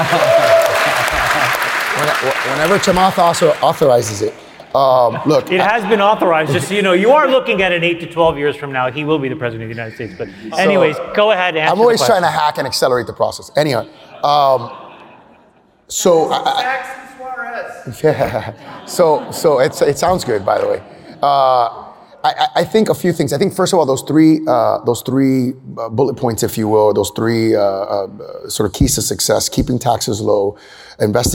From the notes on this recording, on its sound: This talk was recorded LIVE at the All-In Summit in Miami!